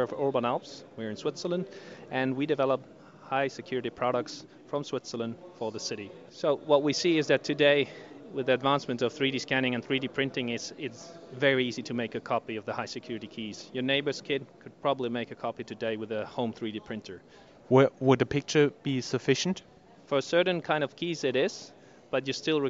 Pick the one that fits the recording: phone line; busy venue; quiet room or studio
busy venue